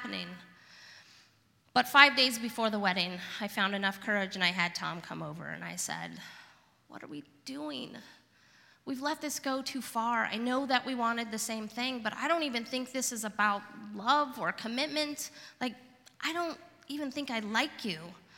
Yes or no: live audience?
yes